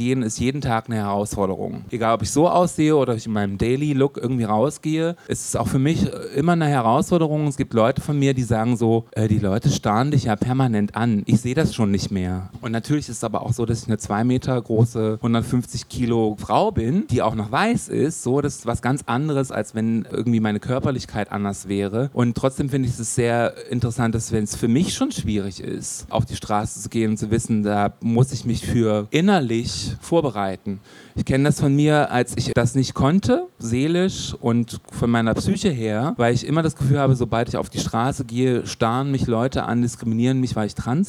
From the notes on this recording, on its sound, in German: Live aus der Pepsi Boston Bar im SchwuZ